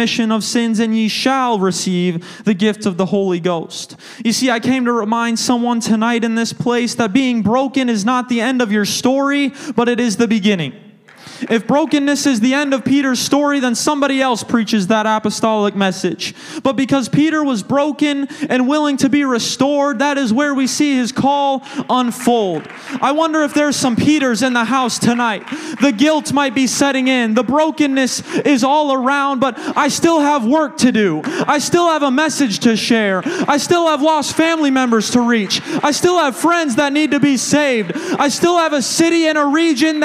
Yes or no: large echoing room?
yes